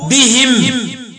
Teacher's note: فيقف حمزة والكسائي بكسر الهاء لأن ضمها كان إتباعا لضم الميم وصلا بحركتها الأصلية، وحينما سكنت الميم للوقف حيث اختل شرطي الساكن بعدها والوصل عادت الهاء إلى حركتها.